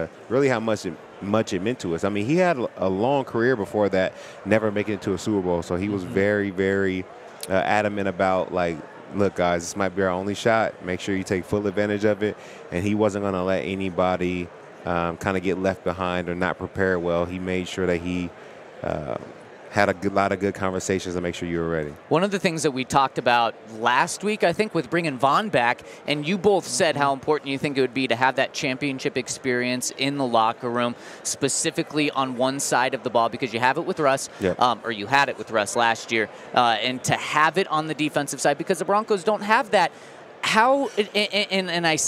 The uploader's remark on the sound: Capping off the week at Radio Row is an action-packed show. LIVE from Super Bowl radio row.